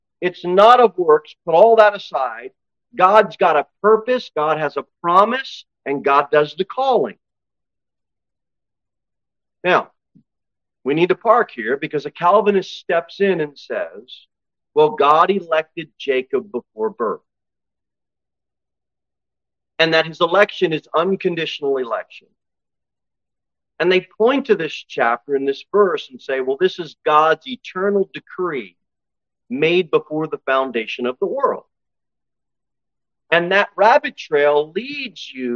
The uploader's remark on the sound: Sermon delivered at Pilgrim Baptist Church on Sunday, August 6, 2023, at 11-15 am. Jere Whitson Rd. Cookeville, TN 38501.